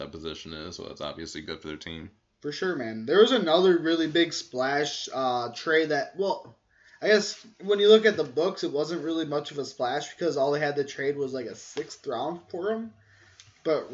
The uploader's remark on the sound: Apologies in advance for the audio....we fawked up and recorded it on the wrong mic.